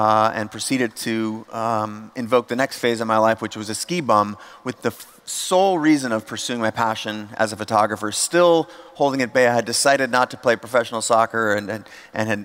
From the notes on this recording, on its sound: audio version of a talk I gave at The Next Web conference in Amsterdam